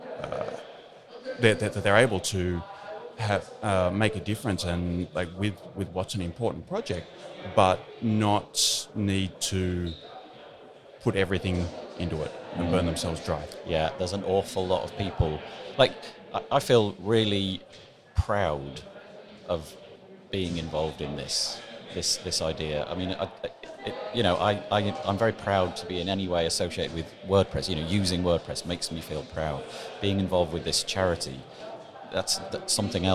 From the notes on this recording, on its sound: It’s one of the episodes that was recorded in the corridor at WordCamp Europe in Berlin this year and so the sound has a little background noise.